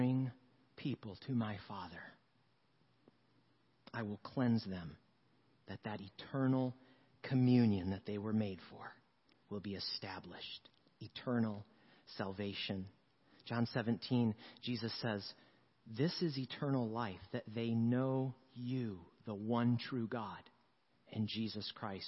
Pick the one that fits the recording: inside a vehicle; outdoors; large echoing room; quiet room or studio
large echoing room